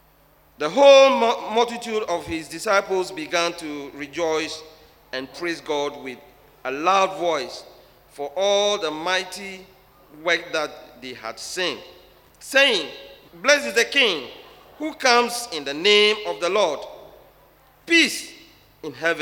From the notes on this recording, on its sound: Sermon preached at CBC Shiashie Campus